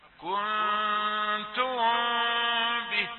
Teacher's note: إخفاء الميم الساكنة المقابلة للباء وفيها الغنة، وقلنا الذي يمتنع هو كز الشفتين، لا تقل كنتم به، وإنما يجوز لك لمس الشفتين ويجوز ترك فرجة خفيفة، كنتم به هكذا.